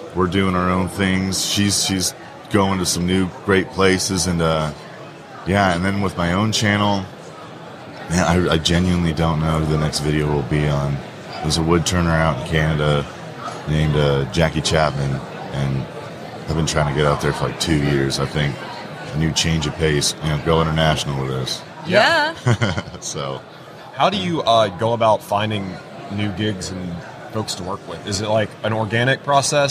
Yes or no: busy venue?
yes